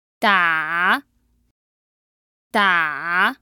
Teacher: The third tone was the falling rising tone.